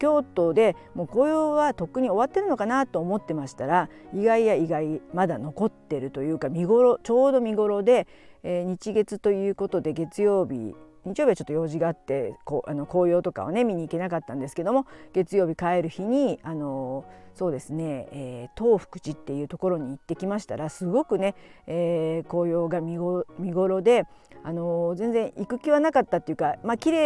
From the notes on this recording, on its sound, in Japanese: 京都で、歩きながらおしゃべりして最高。